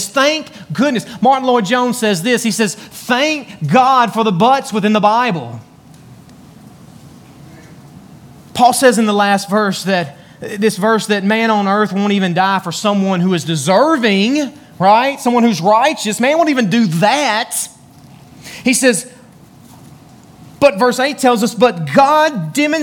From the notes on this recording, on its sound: Join us today from Beaver Baptist Church in Brighton, Tn.